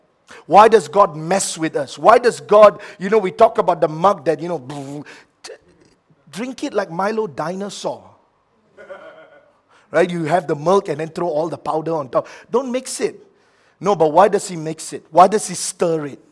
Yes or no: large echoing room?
yes